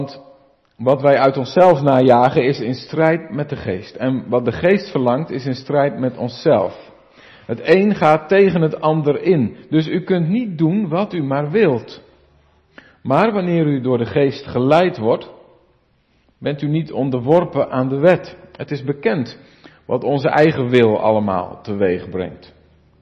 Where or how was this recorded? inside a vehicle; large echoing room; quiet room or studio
large echoing room